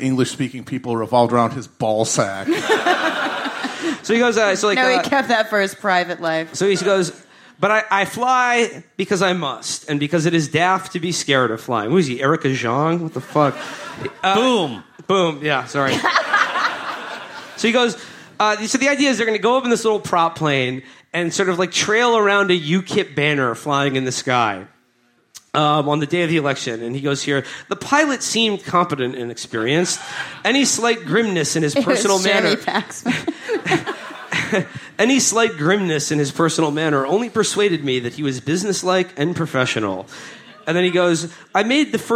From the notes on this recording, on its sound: Our June 3rd live show from Glasgow, Scotland's home of tonic wine and knife crime.